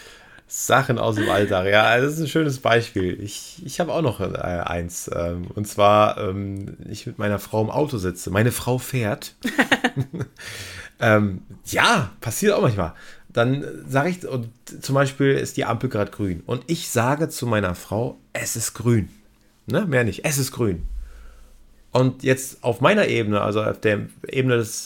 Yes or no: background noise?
no